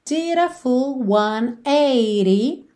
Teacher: a gente tem duas vezes o rarara entre did e a dira full 180 ao invés de 80, que seria a maneira mais tradicional de se pronunciar isso com sotaque britânico.